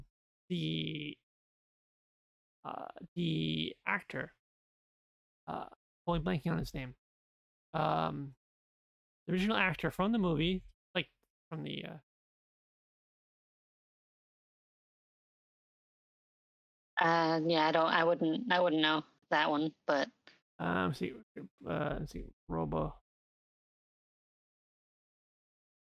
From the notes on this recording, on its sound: Audio is getting gradually better as we get used to everything